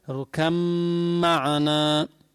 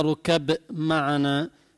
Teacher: ولا بد من إظهار الغنة لأنك أبدلت من الباء ميما ساكنة · Shown in: first take · صار ميم ساكنة بعد ميم متحركة صار في غنة مقدار حركتين. · Term: إدغام الباء بالميم